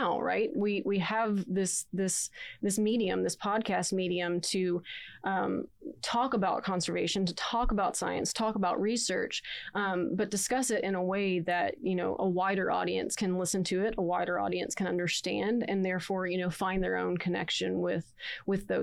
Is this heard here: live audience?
no